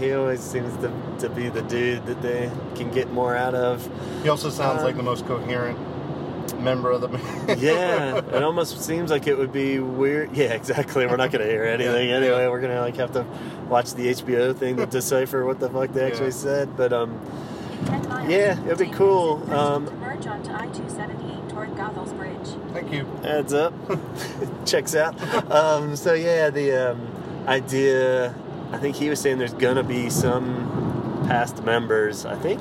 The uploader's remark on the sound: Hop in the car & ride along!